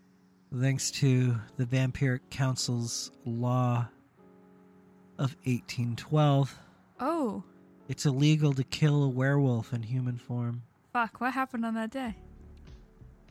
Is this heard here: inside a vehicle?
yes